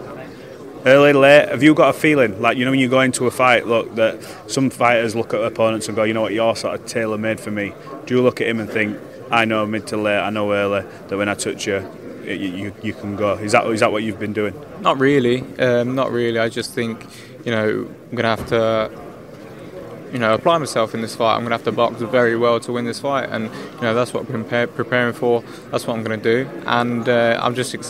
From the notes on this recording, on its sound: at the press conference